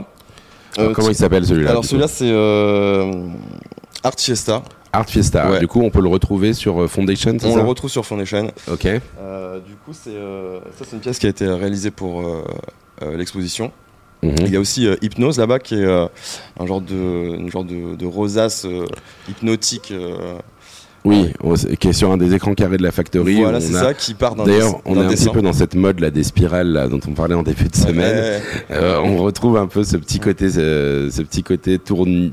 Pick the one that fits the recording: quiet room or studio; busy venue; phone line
busy venue